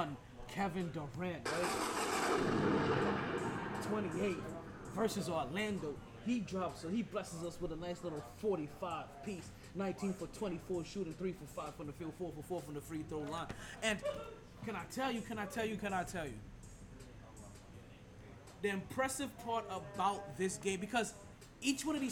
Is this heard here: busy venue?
yes